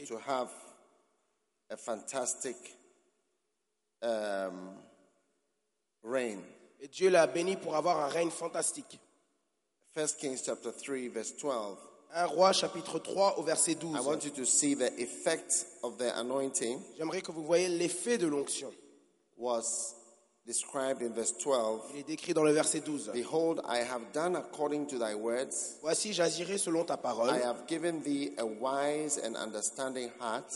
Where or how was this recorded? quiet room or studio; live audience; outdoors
live audience